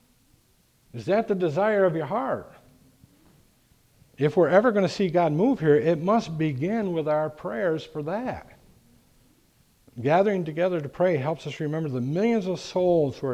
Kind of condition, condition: setting, large echoing room